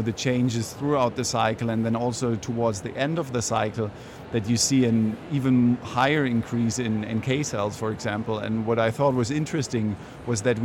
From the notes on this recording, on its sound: Live from ESHRE 2023.